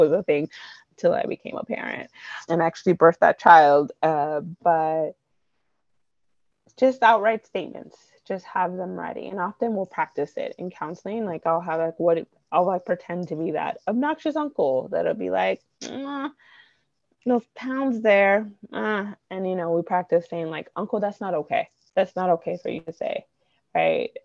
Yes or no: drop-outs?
yes